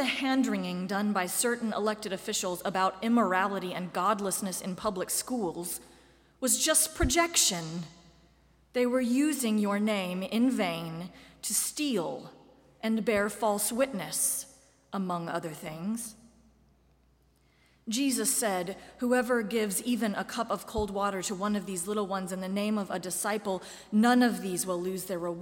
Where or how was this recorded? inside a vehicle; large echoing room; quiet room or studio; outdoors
large echoing room